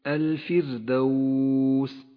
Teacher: رققت الراء لأنها سكنت وجاء قبلها حرف مكسور · Term: الراء المرققة